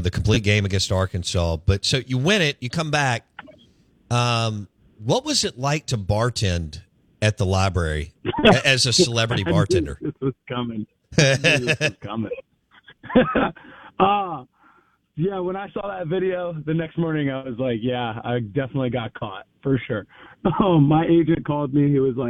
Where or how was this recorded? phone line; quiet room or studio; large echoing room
phone line